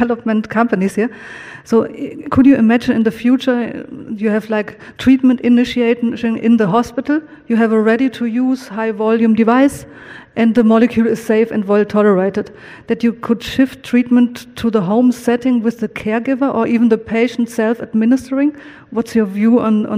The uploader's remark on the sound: first recorded at the 2019 PODD: Partnership Opportunities in Drug Delivery conference